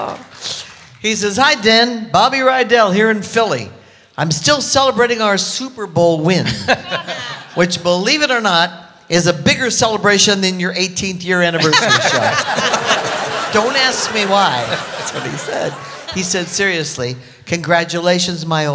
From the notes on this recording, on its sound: Live at the SouthPoint Casino